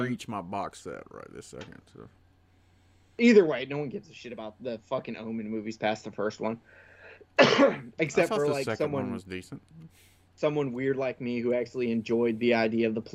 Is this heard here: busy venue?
no